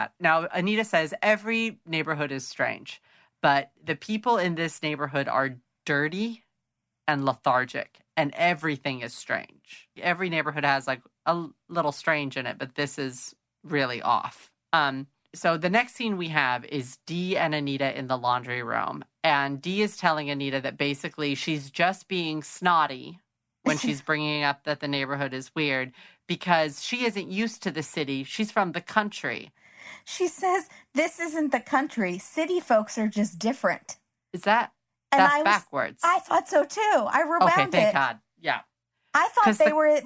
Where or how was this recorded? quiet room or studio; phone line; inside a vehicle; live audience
quiet room or studio